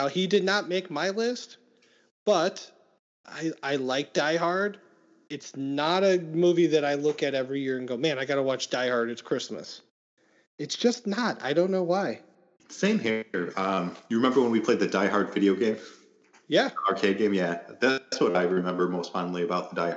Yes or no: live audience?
no